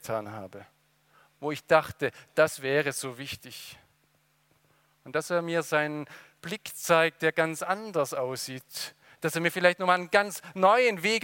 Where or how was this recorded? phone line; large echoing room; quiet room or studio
large echoing room